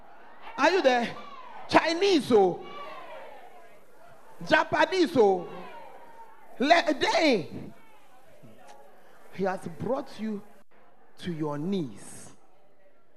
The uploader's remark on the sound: at The Fountain of Life Cathedral during The Presence Service